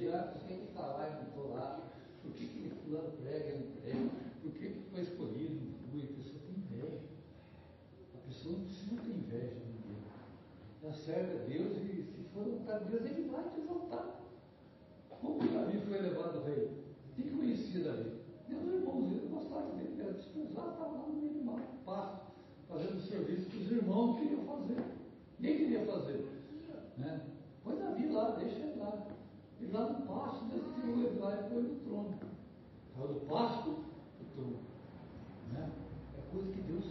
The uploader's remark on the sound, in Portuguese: Mensagem gravada em 19/02/2023 - Culto da Família